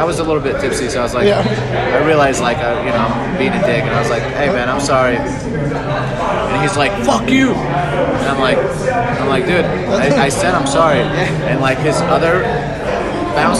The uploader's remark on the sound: Welcome to the BarCast where we Answer the Most Absurd Questions on the Internet Live from Dive Bars across America!